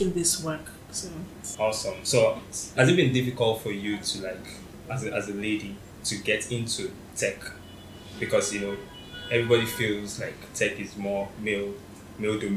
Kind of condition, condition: fault, background noise